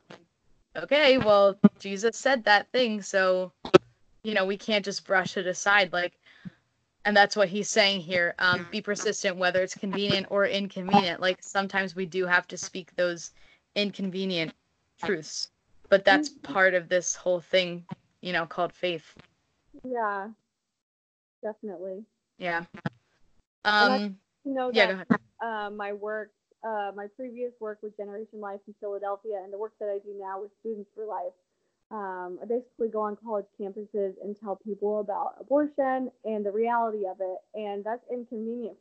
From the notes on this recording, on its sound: I apologize for the sound quality of this episode!